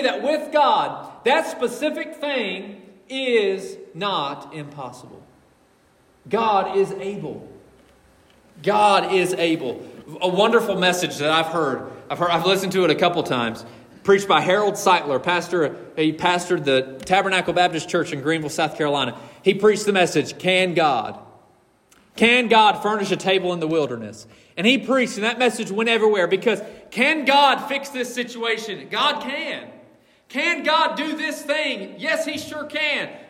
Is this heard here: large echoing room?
yes